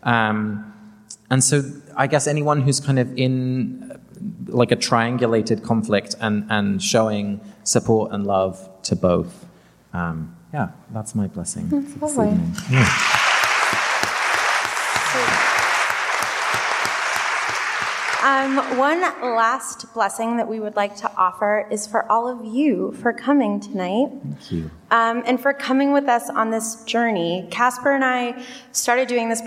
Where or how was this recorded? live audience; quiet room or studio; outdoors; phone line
live audience